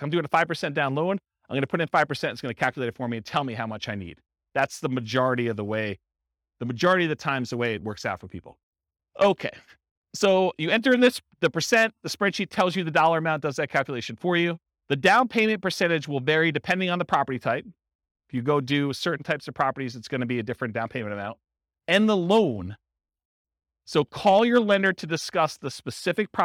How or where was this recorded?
live audience